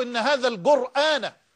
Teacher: فهناك من القبائل ما لا يستطيع واحد منهم أن ينطق حرف القاف قافا، بل ينطقها جيما إلى يومنا هذا، لا يستطيع أن يقول إن هذا القرآن، وإنما يقرأ إن هذا القرآن.